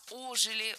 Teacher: Не ожили, а ожили. Ударение в этом слове ставим на приставку.